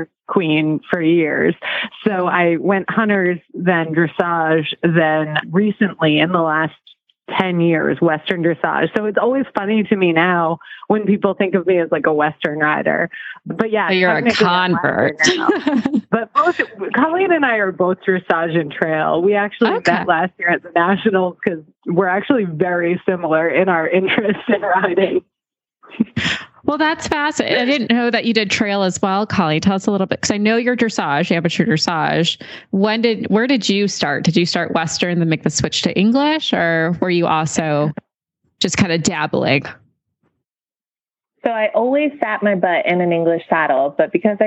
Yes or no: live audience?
no